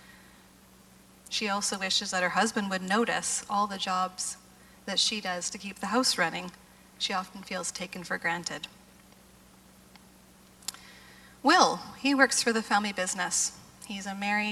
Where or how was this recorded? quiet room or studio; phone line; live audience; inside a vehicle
live audience